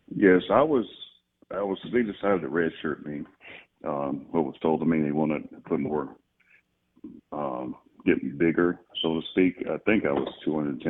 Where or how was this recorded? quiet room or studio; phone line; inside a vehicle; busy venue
phone line